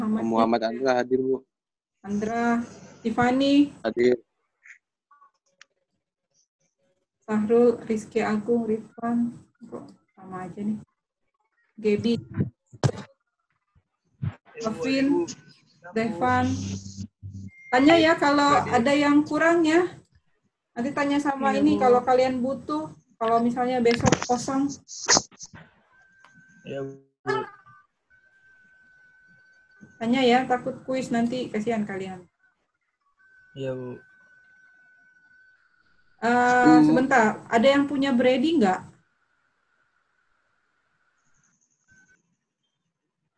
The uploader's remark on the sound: Zoom Meeting